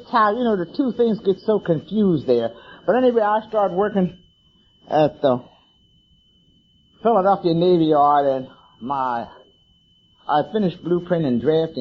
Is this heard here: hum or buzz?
yes